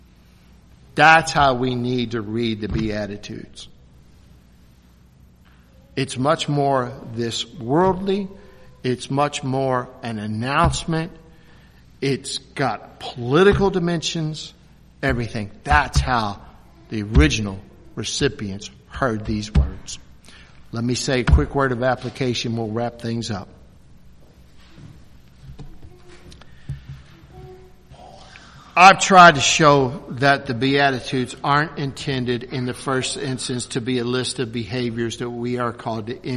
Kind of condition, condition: setting, large echoing room